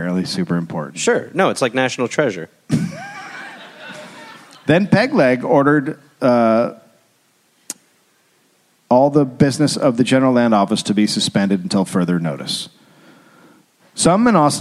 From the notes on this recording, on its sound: Recorded live in Dallas.